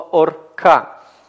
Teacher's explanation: Если у нас метига нет, то это закрытый безударный слог, ну, при условии, что он безударный, конечно, да, мы тоже на это смотрим, закрытый безударный слог – соответственно, краткий гласный «о», «шева» нечитаемая